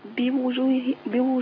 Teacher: عندي كسره بعديها ضمه بتبقى فيها مشكله الانتقال من هيئه لهيئه